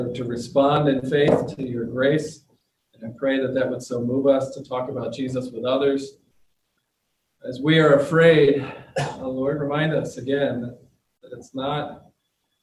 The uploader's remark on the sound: The audio includes the entire service.